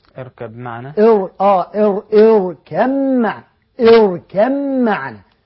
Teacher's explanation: إنما ينطق بعد الكاف ميم